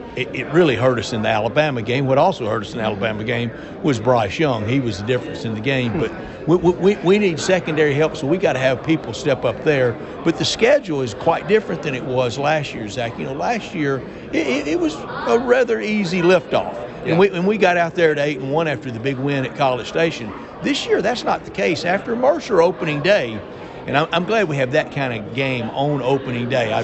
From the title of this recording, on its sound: LIVE! From SEC Media Days